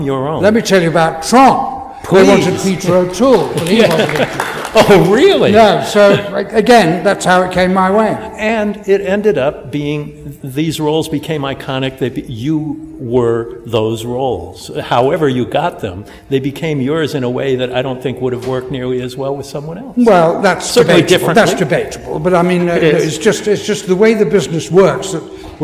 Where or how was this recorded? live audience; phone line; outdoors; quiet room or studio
live audience